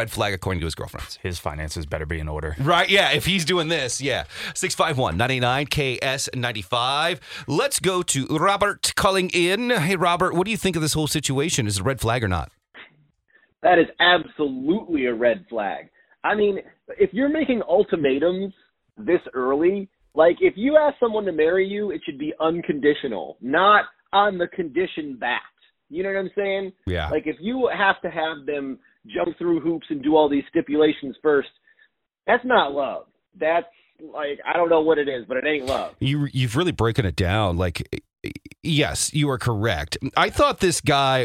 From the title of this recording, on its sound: Lets Take Some Calls